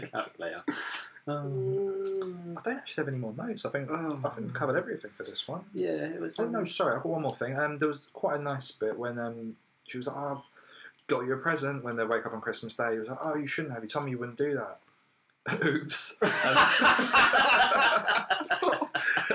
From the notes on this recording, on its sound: Apologies for the quality of the recording across these 3 episodes. The laptop had switched mic inputs.